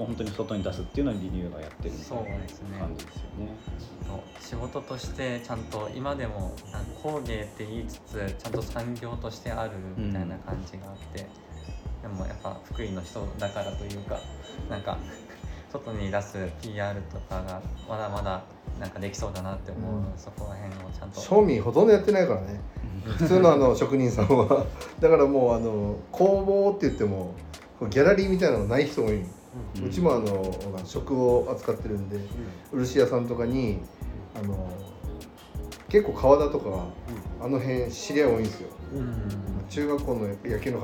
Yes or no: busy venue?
yes